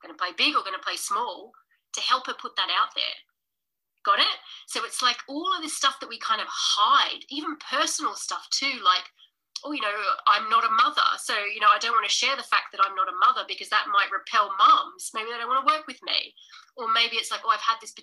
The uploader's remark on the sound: Today's podcast was originally streamed as live training, so we apologise for the poor audio quality this week.